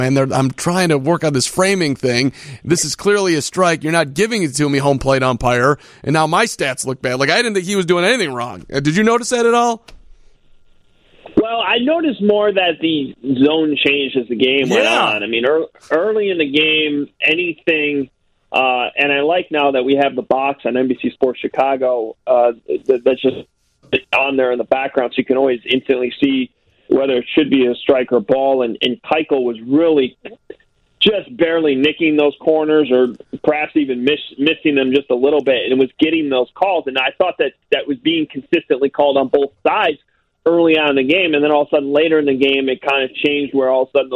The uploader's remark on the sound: Sox fans call